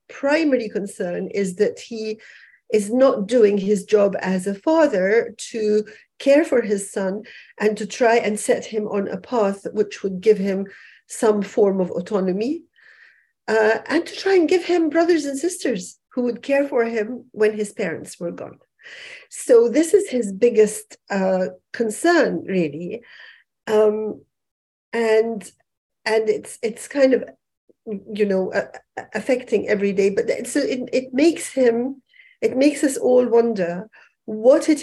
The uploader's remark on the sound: This episode is a recording of an online panel of writers and activists discussing the situation surrounding freedom of expression globally.